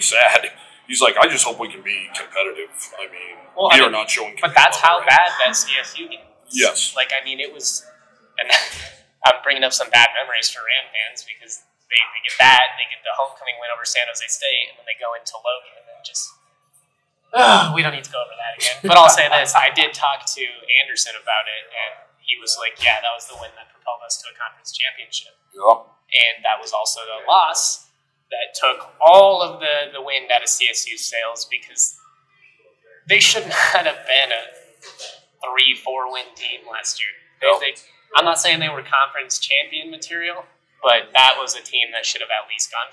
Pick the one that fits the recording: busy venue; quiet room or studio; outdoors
busy venue